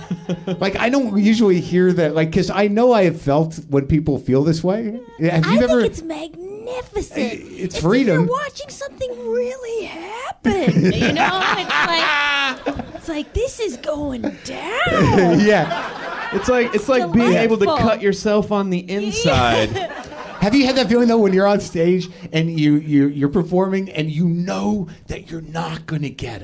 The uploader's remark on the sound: Live at UCB LA. Which is weird because it's not a very big stage. Taped in front of a live audience.